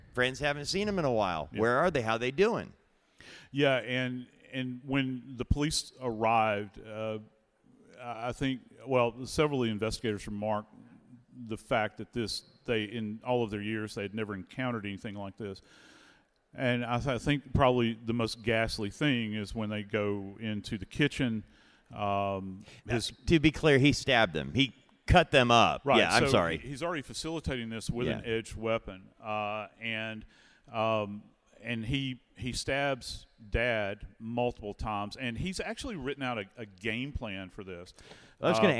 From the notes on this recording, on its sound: Body Bags Live at CrimeCon 2023. In front of a live audience at CrimeCon 2023 in Orlando, Florida.